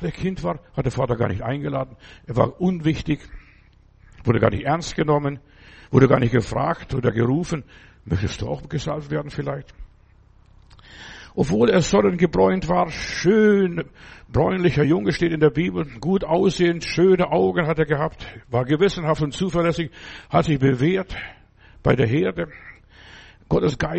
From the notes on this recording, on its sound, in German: im Gemeinde-Zentrum in Berlin aufgenommen